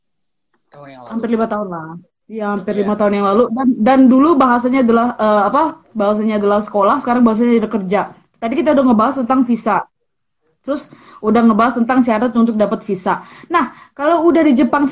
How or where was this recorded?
video call